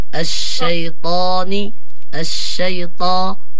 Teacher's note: مع تفخيم الطاء لأنه من حروف الاستعلاء